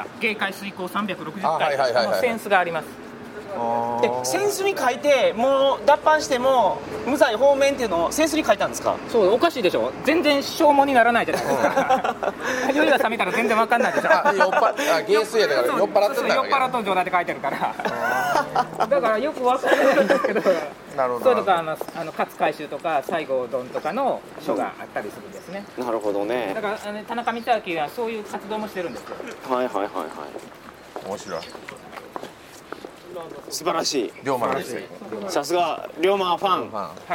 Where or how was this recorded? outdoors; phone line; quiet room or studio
outdoors